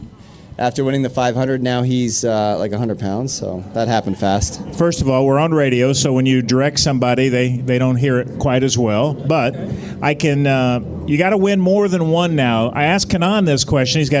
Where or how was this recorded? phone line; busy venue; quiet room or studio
busy venue